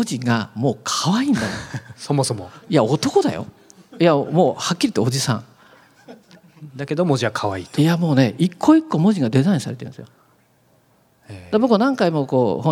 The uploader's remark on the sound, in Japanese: アップルストア銀座・公開収録。